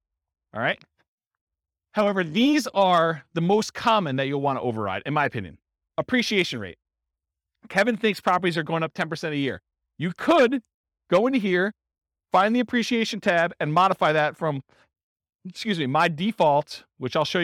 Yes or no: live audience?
yes